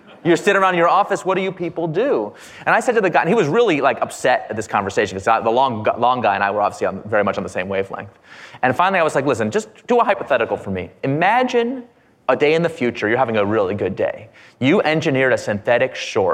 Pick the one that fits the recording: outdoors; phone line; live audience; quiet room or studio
live audience